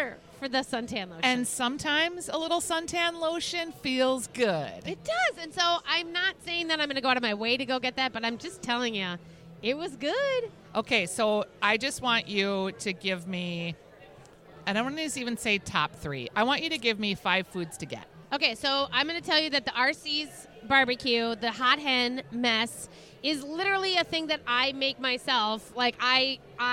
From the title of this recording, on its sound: Live from LuLu's Public House Patio